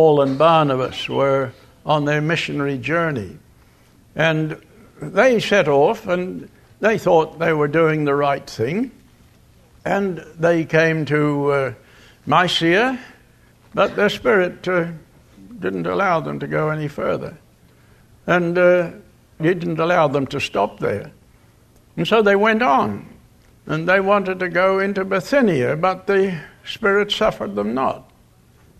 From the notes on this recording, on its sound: Location: Grace Bible Church Anderson. Guest speaker at the Fall Bible Conference at Grace Bible Church in Oct.